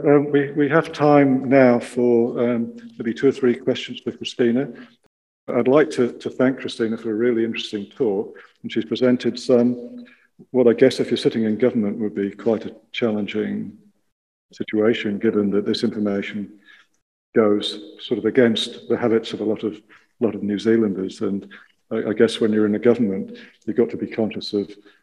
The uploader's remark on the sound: Lecture at the recent Evidence Based Eating NZ event. Hosted in Wellington, and online.